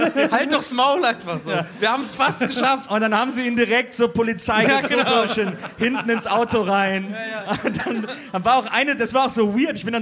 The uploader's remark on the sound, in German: Im Rahmen des SWR-Festivals in Mannheim aufgenommen.